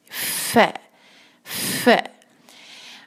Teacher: एक हरका के साथ और साथ थोड़ी सांस की आवाज साथ आए